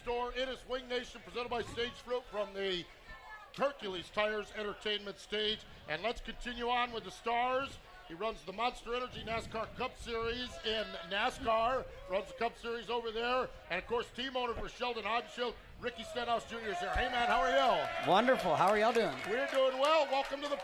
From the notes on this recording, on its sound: Winged Nation Live from the 59th Annual Knoxville Nationals. It is Night 4 of the Knoxville Nationals and Winged Nation is LIVE!